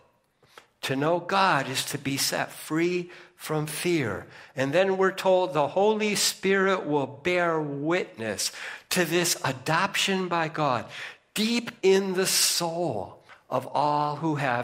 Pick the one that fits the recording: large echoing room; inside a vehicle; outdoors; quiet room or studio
large echoing room